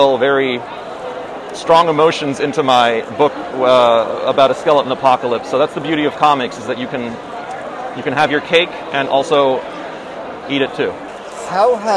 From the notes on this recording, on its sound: Wanders the Javits Center during New York Comic Con 2023.